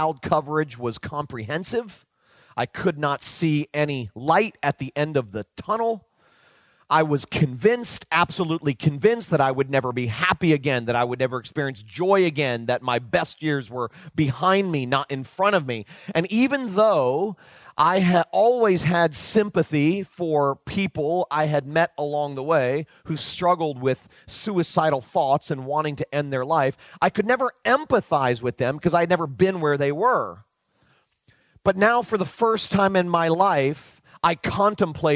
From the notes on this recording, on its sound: delivered back in March 2019 at Spring Hills Church (Santa Rosa, California)